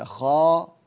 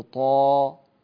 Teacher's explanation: فإذا قلت خاء مستعلي، طيب لو قلت طاء يصير كالطبق ويصير أقوى · Term: مستعلية ومطبقة